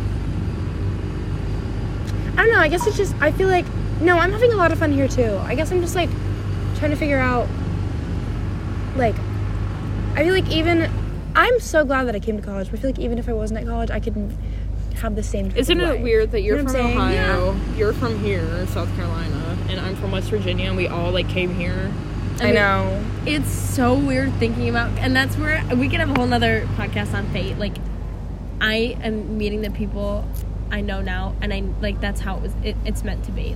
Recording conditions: sounds in the background